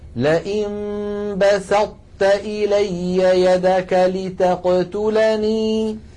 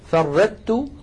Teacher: الإدغام الناقص في الطاء التي بعدها تاء يكون بأن نطبق المخرج على طاء ثم نفتح على تاء · Shown in: first take